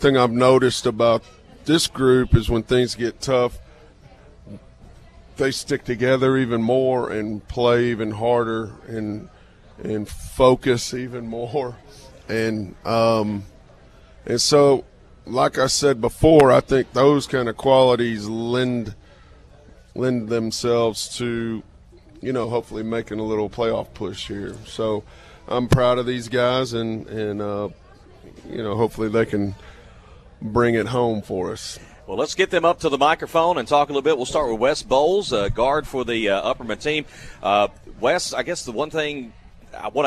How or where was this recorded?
busy venue